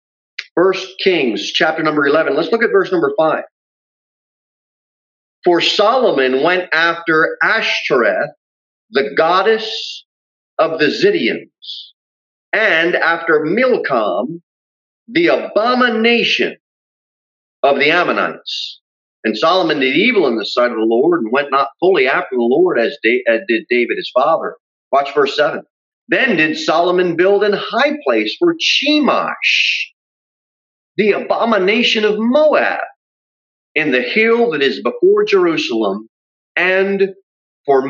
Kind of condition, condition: setting, large echoing room